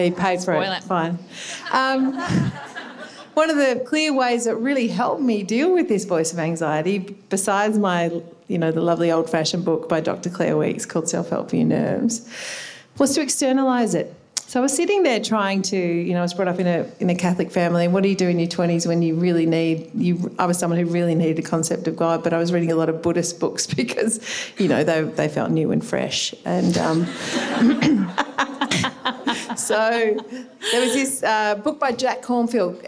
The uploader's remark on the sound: This is a live recording from our event.